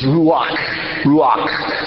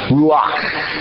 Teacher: That's R-U-A-H, and the H has a dot underneath of it to tell you that you're supposed to say it out deep in your throat. It's a guttural H.